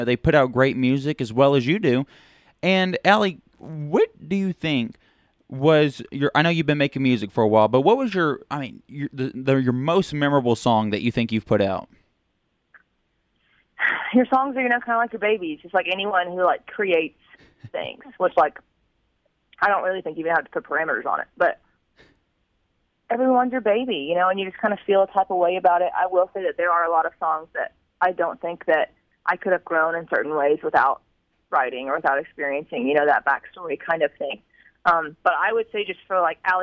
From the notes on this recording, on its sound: The KTEX Posse got a very special phone call from upcoming artist